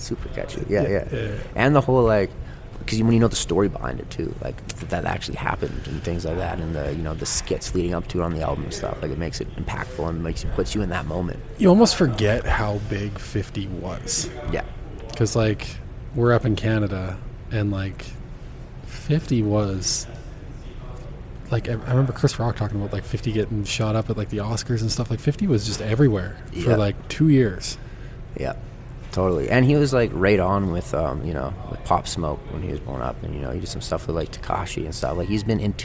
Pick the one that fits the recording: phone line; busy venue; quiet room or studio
busy venue